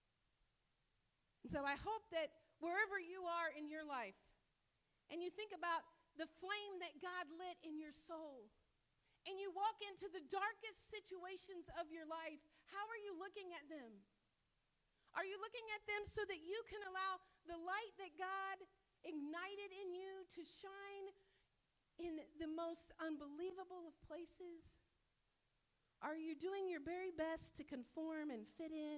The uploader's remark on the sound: This sermon was delivered and recorded at Northpoint Community Church in Beaumont, TX